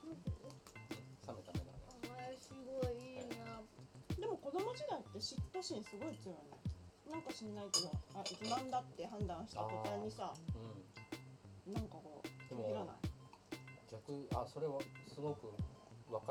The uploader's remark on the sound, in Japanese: 事前に収録した音声のノイズがひどくて公開できなかった為。子どもたちとの朝ごはんの様子をお送りします。トラブル対処後にテスト録音のつもりで録ってた音です。